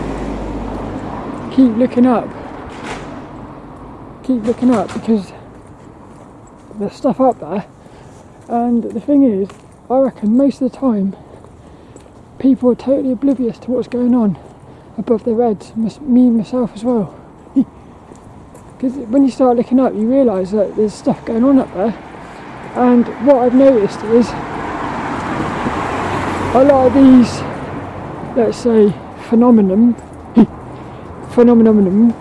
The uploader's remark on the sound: This 'About The Tings' episode is a Walk and Talk about Crop Circles.